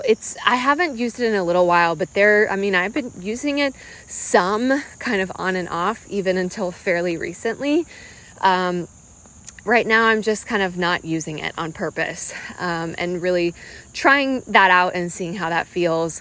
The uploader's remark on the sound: I’m talking off the cuff while walking outside